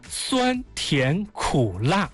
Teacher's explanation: 第一个字是第一声阴平，对，第二个字是第二声阳平，第三个字是第三声上声，第四个字是第四声去声 · Term: 阴阳上去